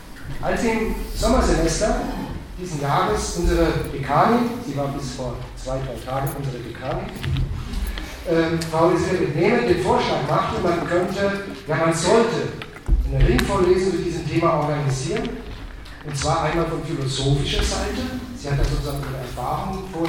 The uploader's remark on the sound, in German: Ringvorlesung im WS 2016.